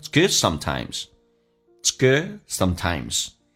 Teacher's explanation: Good 这个 D 不发音